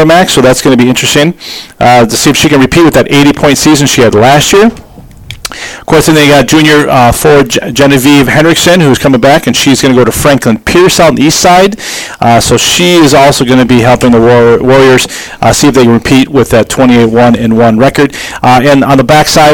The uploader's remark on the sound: the audio is a little loud and distorted